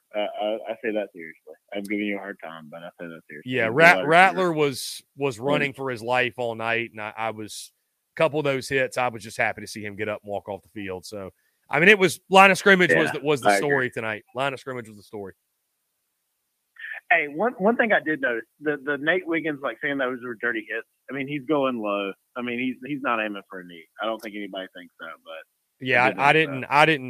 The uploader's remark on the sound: Postgame Call-In Show.